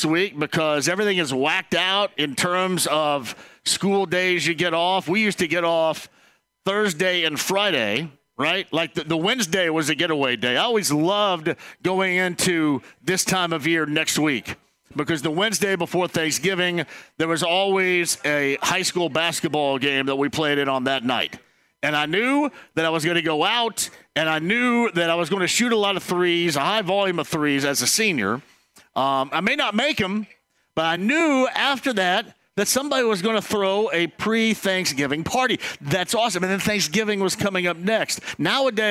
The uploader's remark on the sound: Kicks off the show live from Taylor’s Bar & Table. Keep the show rolling by talking to more people from Taylor’s Bar & Table!